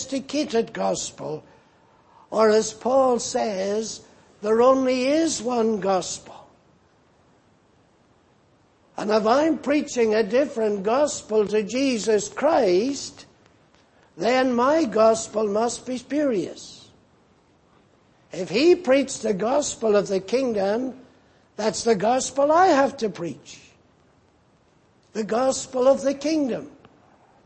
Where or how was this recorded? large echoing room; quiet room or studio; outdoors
large echoing room